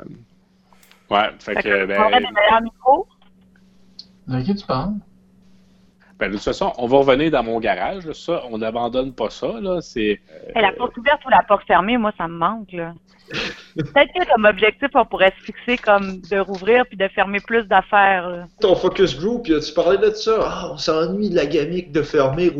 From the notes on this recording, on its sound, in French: Enregistré sur appel vocal Facebook